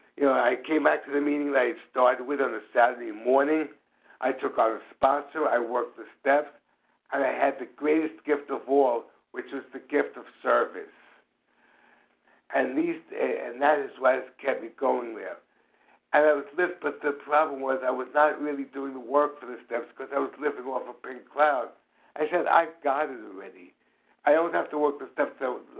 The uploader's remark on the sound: from the 100 Pounders Phone Meeting, 2/26/23